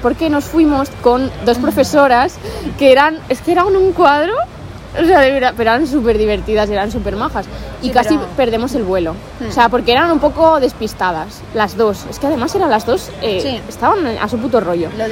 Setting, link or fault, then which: setting, busy venue